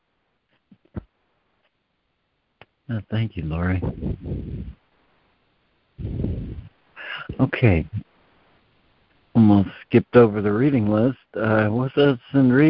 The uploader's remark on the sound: ACIM Daily Conference Call